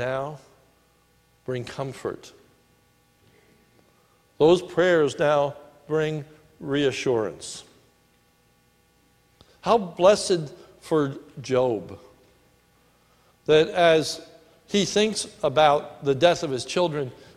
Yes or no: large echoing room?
yes